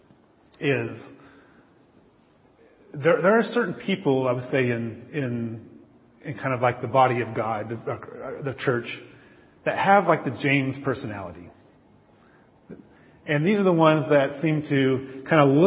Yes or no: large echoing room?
yes